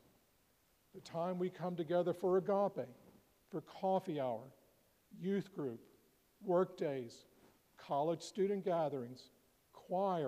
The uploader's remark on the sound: preached at All Saints Anglican Church in Charlottesville, VA on April 7, 2023